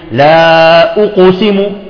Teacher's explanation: يبقي شفتيه مضمومتين وينطق بالقاف القلقلة، بقاف القلقلة، فتظهر القاف وكأن فيها رائحة الضمة